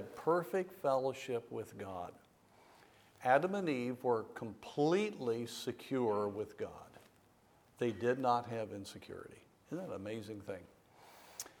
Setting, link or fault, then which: setting, large echoing room